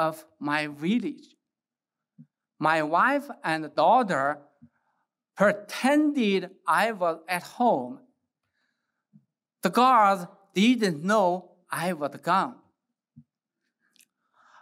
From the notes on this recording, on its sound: gave the keynote address at IWP's Presidential Investiture and Commencement for the Class of 2023.